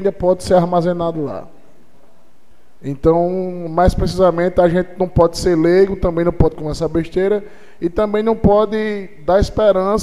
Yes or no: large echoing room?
yes